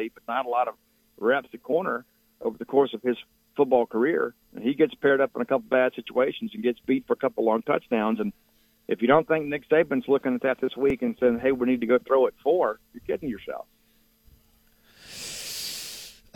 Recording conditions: phone line